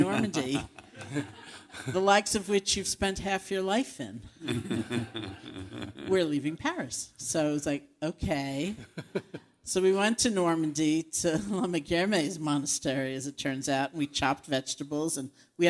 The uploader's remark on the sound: live on stage to share an evening of music, chanting and wisdom